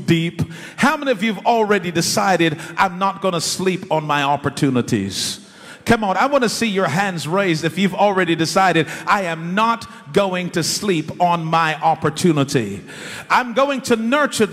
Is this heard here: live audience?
yes